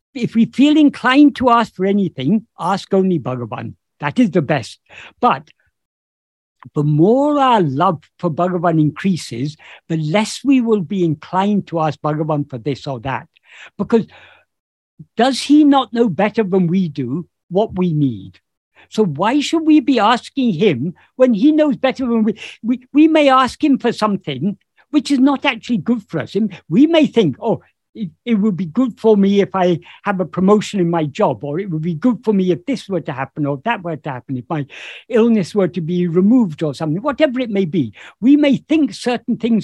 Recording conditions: video call